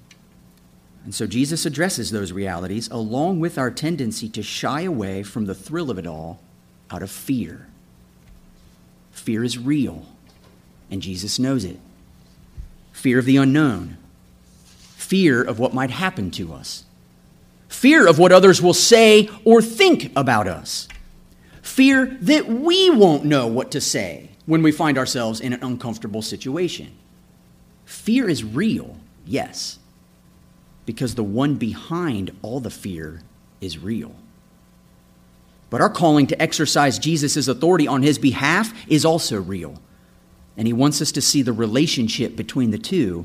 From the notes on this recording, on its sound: This episode is a sermon I preached June 25, 2017